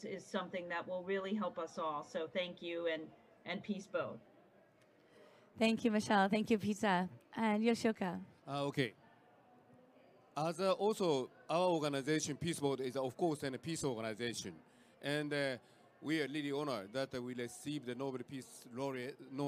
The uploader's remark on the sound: Earth Day Live From COP26.